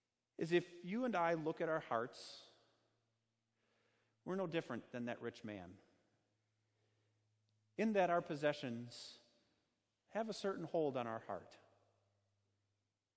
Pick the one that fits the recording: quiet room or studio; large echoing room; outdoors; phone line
large echoing room